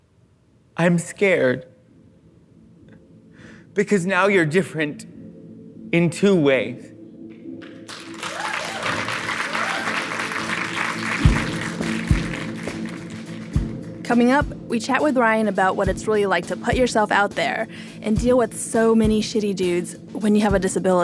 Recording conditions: live audience